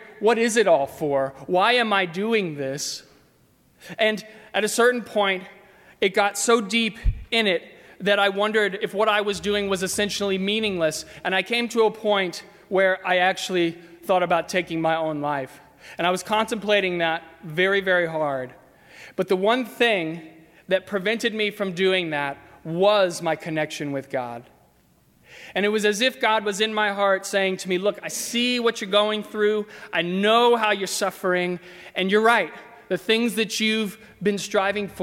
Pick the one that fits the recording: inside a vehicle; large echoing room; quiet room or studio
large echoing room